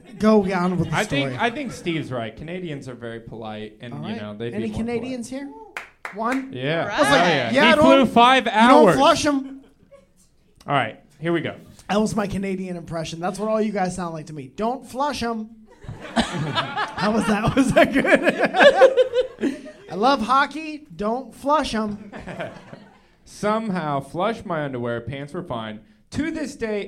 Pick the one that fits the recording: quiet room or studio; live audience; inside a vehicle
live audience